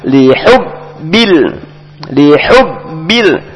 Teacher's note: Kemudian ada huruf ba di tasdid, maka ditekan.